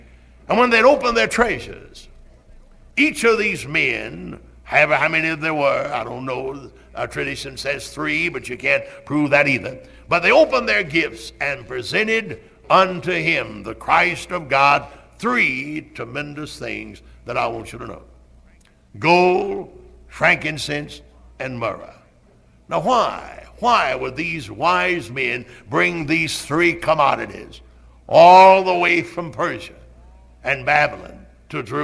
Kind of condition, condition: setting, large echoing room